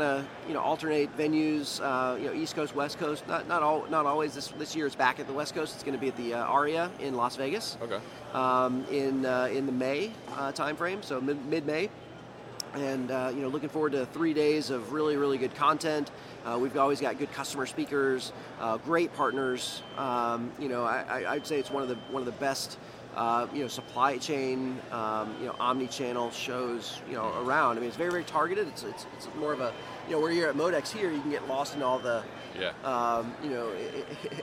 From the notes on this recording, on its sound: This was recorded at MODEX 2020.